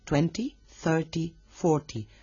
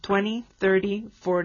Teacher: La pronunciación británica de 20, 30 y 40 es 20, 30, 40, pronunciando la T claramente. En cambio, en inglés americano la T casi no se pronuncia. · Shown in: second take